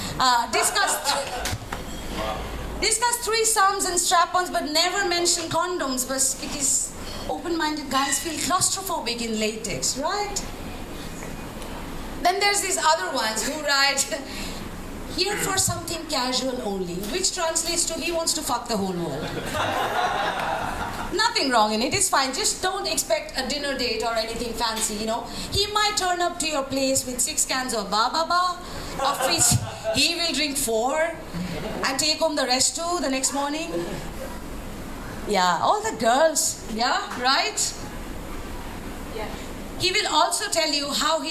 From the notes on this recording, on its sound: Live at One Night In Saigon. (Comedy Show).